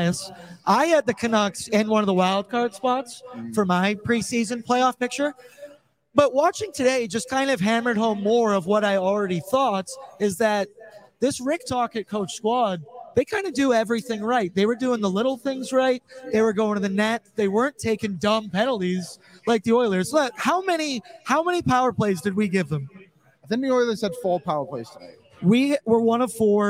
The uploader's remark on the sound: LIVE FROM GRETA!